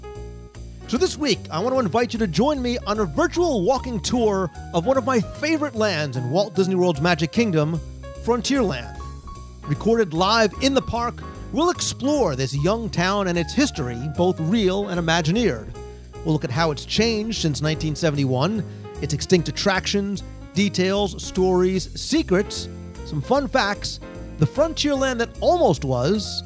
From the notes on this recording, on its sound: Recorded live in the park. Walt Disney World's Magic Kingdom - Frontierland.